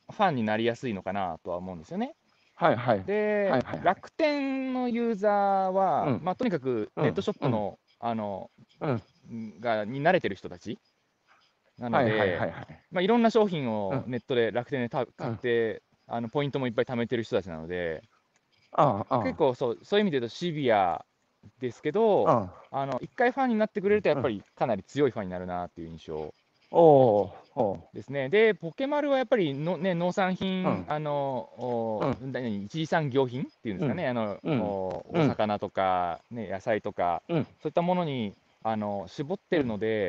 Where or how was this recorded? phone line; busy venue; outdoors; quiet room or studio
outdoors